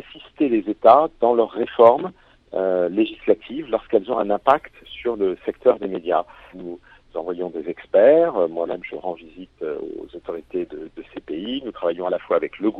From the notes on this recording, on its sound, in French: Aujourd'hui, direction Malte pour rejoindre par téléphone.